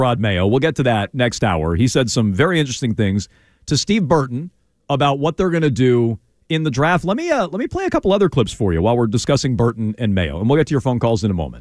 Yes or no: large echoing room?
no